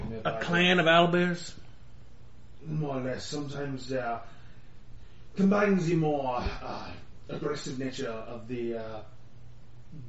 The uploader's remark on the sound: We have managed to scrape together a ear-piercing, echoey but very pretty and exciting session of DND!